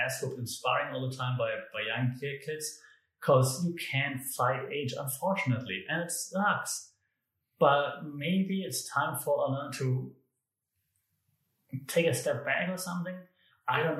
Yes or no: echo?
yes